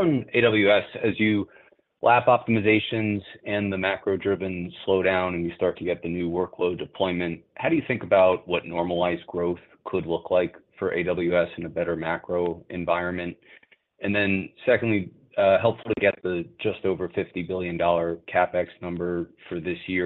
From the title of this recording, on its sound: Earnings Conference Call